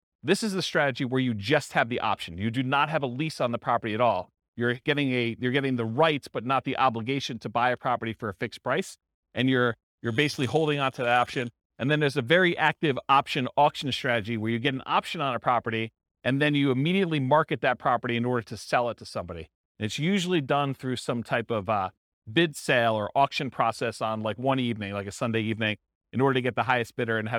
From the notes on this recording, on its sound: This was a live class recorded